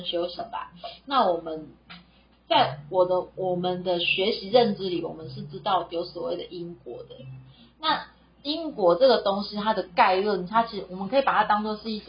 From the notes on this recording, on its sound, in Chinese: 這集因為更新設備，錄製上調整失誤有點雜訊。